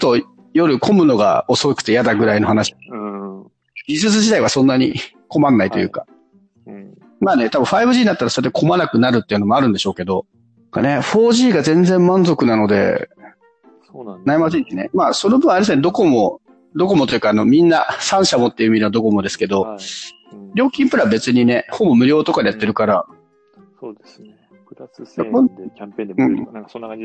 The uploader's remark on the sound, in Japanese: 音質注意】 今回も音質不良のため番外編扱いで配信します。最初はできるだけ音量を低めにして再生してください。